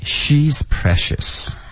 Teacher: 这个重音应该是 She